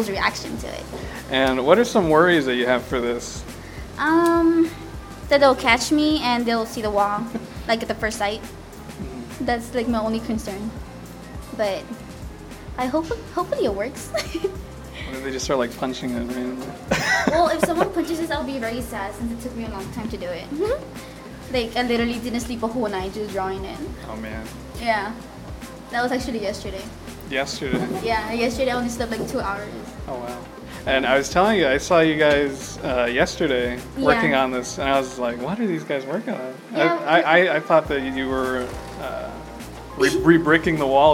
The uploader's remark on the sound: Apologies for the wind, I had forgotten my wind sock at home.